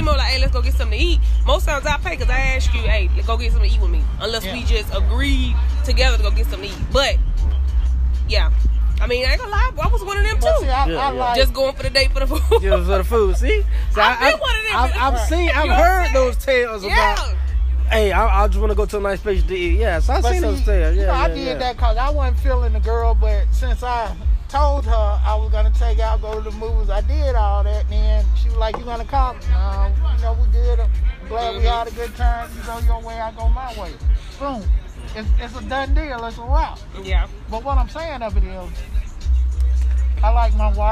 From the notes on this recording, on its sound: LIVE!! On location of Bizarre Coffee Shop and Bar, located 217 22nd Street Birmingham Alabama 35203 where Bizarre is celebrating their one year operating anniversary!! We’re in good company as the festivities are going.